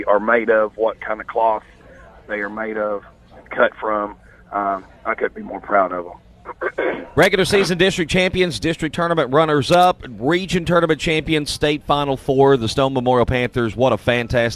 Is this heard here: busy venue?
yes